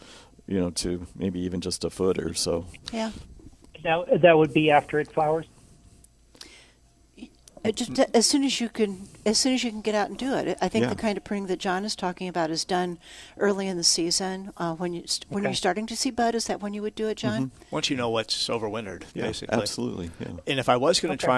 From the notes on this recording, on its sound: Plant Experts Live at Prairie Gardens